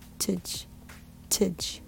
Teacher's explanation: Although it's spelled with T-A-G-E, it's not pronounced tage. It's pronounced tudge. It's a weak syllable.